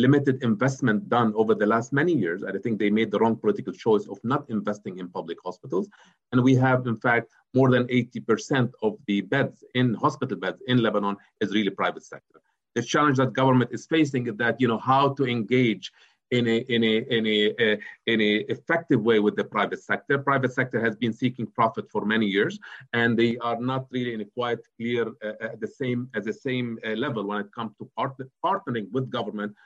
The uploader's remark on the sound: Webinar recording